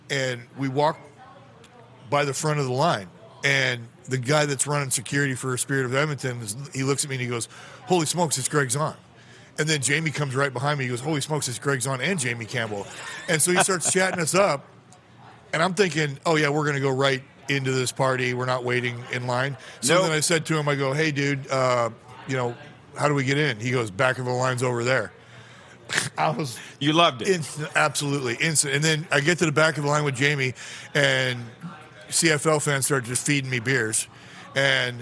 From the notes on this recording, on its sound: LIVE Grey Cup Coverage from Ballers RecRoom in Regina!